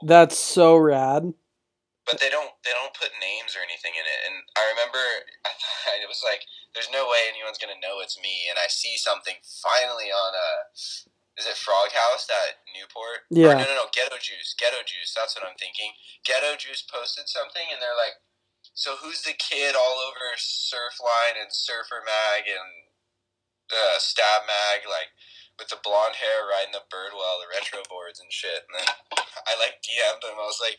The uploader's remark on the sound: makes a phone call